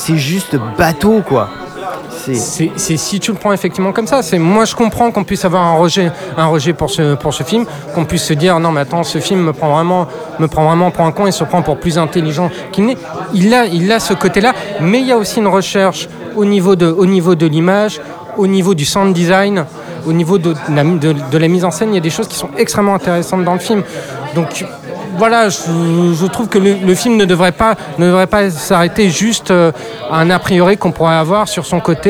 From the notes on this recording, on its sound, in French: Enregistré au Hurling pub (8 Rue Descartes, 75005 Paris)